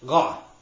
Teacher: Whereas in Yemenites and some Sephardim, they pronounce them as guttural sounds out of the throat